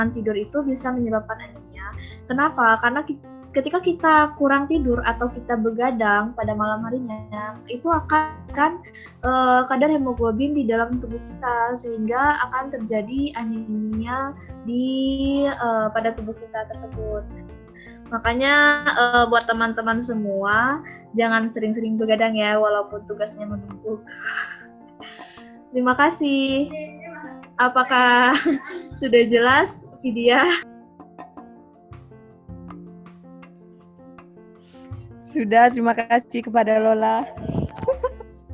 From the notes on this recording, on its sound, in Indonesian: Maaf suara tidak bagus karena record melalui zoom